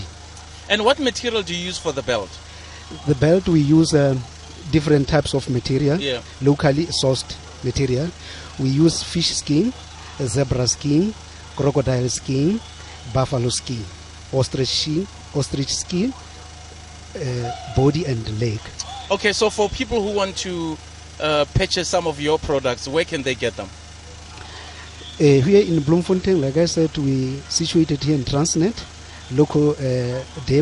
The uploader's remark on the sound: The Glenzito Super Drive live from Macufe